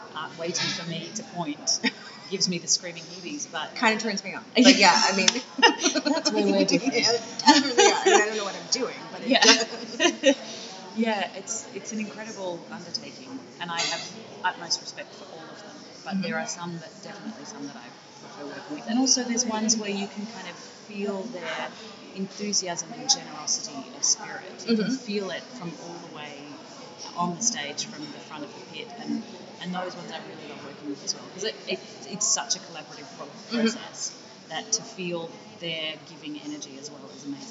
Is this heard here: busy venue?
yes